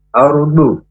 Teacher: a kemudian ra-nya tafkhim atau tebal · huruf dot pinggir lidah terkena gigi geraham atas